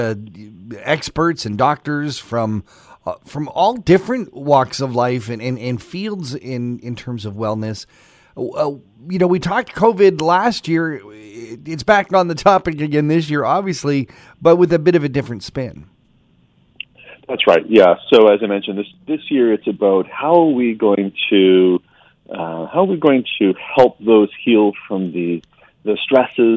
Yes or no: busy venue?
no